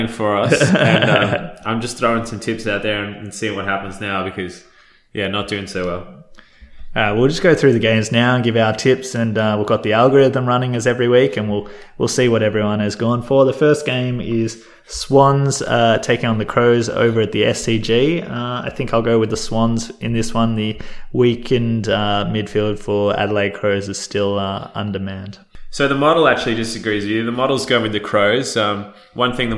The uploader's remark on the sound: Despite the echo on the audio the boys are not in a cathedral